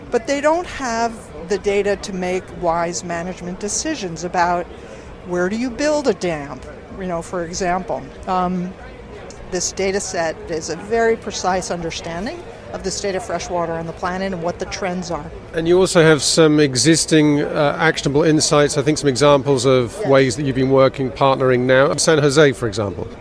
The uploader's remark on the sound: Recorded during High-Level week of the General Assembly, and featuring some of the many experts, UN officials and politicians who filled UN Headquarters during late September 2018.